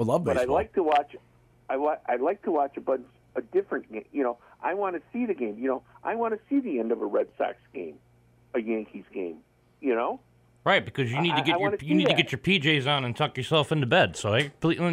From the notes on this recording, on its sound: Live sports call-in program broadcast every Tuesday morning at 10am on WTBR.